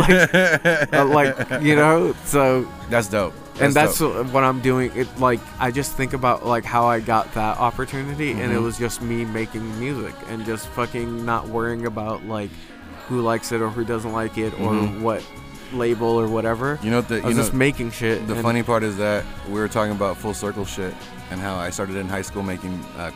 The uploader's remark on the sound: live from Spokeasy